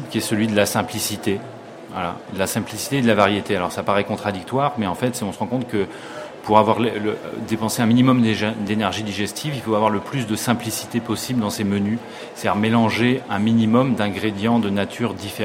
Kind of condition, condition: setting, busy venue